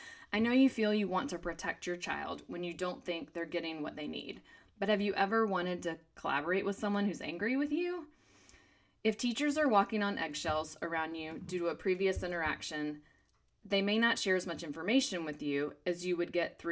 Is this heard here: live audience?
no